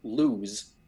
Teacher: Like, like if I wanted to say the word lose, I'm going to want to put an extra bit of the sibilant sound at the end of lose so that it comes clearly through Zoom.